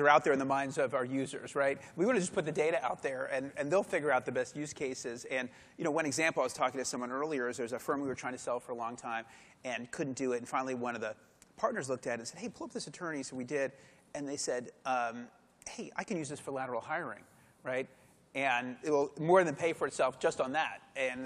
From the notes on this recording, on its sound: you'll hear the session recording from LegalWeek New York in February 2018